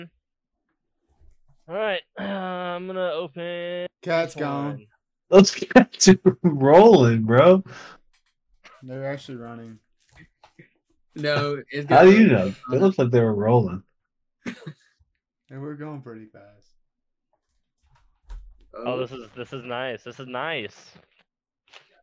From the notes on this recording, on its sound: Recorded very late and uploaded even later. Watch this on YT because just listening to the audio is probably horrible.